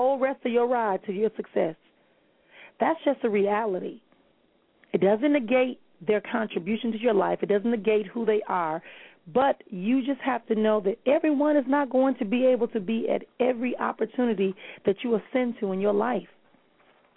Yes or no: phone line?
yes